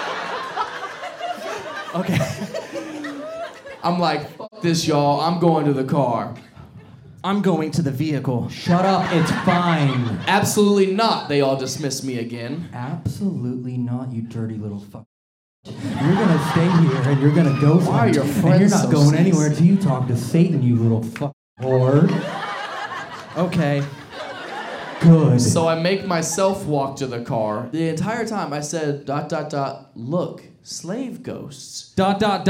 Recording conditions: live audience